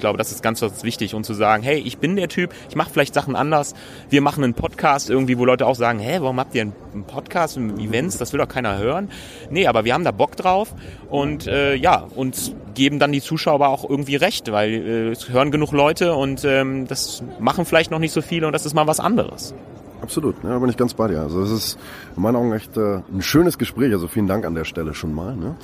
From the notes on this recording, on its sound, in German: LIVE Best of Events Messe. LIVE von der BEST OF EVENTS Messe in Dortmund. IPhone X.